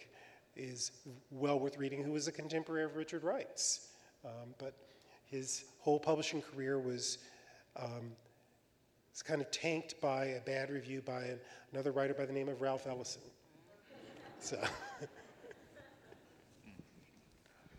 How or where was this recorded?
live audience